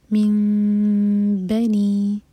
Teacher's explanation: من بنی نون میم میں چینج ہوا کیونکہ نون ساکن کے بعد باہر آئے، تو یہ ہے اقلاب. میم کو ہولڈ کریں گے لیکن ہونٹوں کو ٹائٹ بند نہیں کریں گے